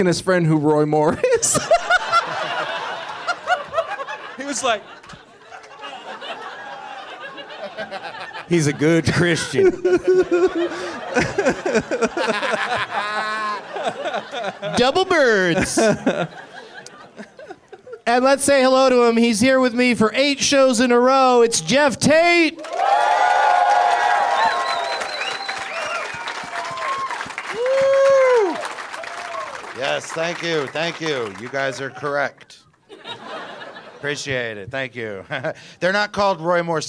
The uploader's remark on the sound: Live from the Improv in Orlando